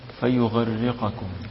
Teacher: بالياء مع التشديد في الراء